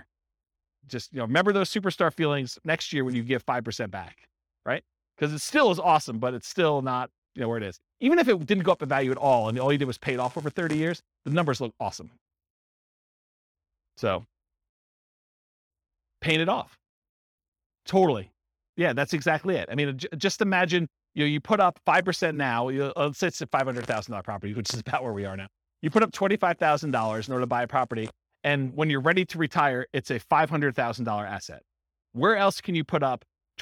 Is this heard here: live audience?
yes